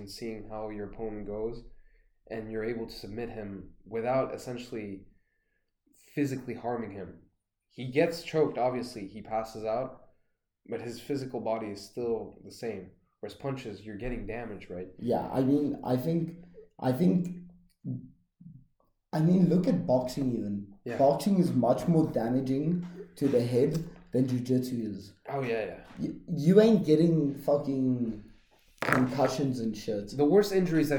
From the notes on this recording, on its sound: excuse the bad noise quality my mic was giving problems